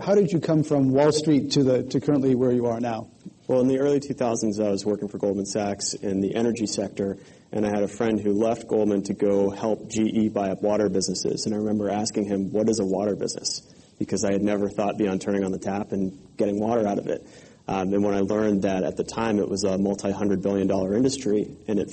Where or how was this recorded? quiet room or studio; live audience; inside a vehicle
live audience